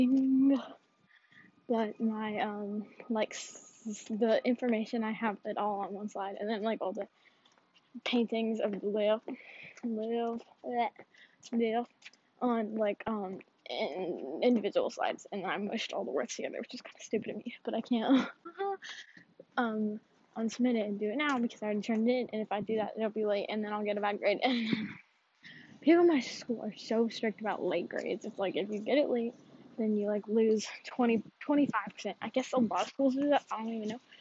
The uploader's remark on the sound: After being on hold in my phone but then I switched AirPods and it sounds like I’m on a phone call.